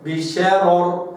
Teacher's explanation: لا أرافق القراءة عشان الشين ولا أفخم الشين عشان الراء